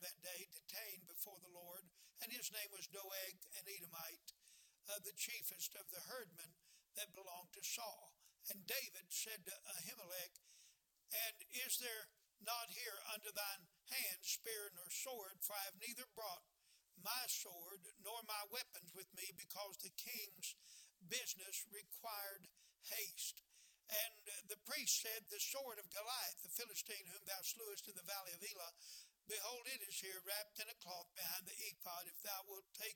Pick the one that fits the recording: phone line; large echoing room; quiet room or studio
large echoing room